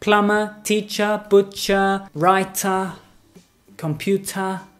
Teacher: It's all with the schwa sound at the end.